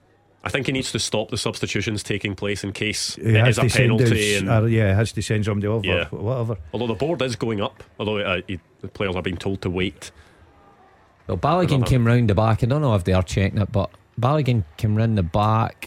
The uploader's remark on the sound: In the studio as Rangers take on Morton in the League Cup's early kick off. Live from Ibrox.